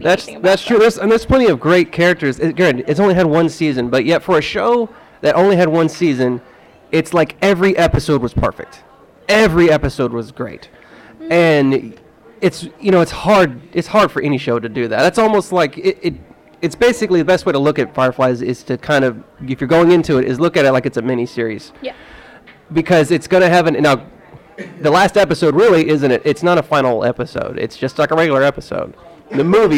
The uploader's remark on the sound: This was our first ever live recording of Quash. Recorded live from the Arkansas Anime Festival! Mic didn't work so I did my best to amplify his voice as much as I could.